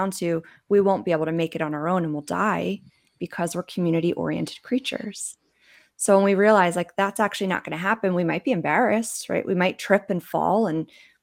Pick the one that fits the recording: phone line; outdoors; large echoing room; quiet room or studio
quiet room or studio